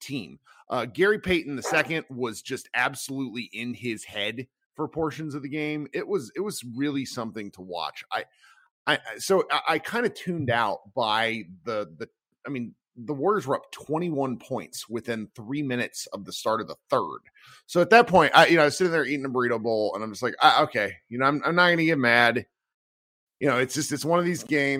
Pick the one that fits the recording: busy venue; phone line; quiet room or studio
quiet room or studio